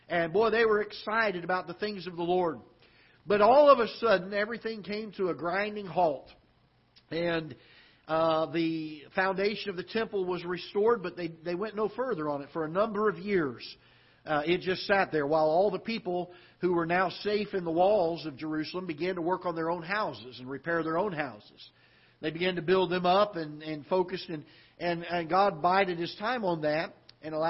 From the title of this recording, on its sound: Ketha Heights Baptist Church ~ Live Broadcast